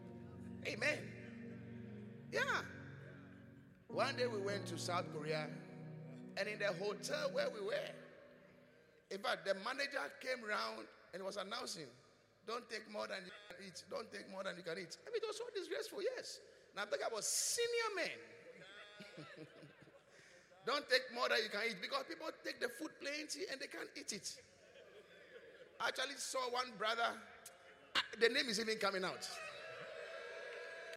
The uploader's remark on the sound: Preached at the Qodesh